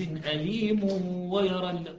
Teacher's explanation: طبعا في الوصل راح يصير أليم ويرى تنوين مدغم بالياء